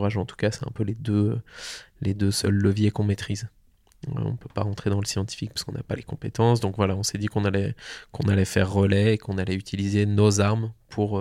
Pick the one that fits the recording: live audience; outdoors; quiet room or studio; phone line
quiet room or studio